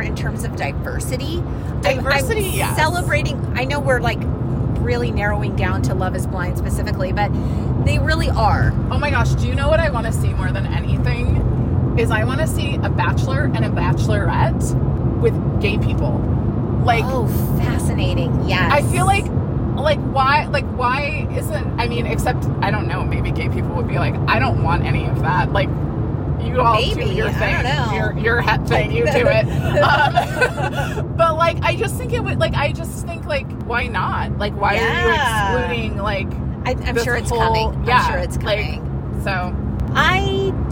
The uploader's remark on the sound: We’re taking you on an epic road trip adventure to the GenX capital of the world — SEATTLE! Forgive the road noise.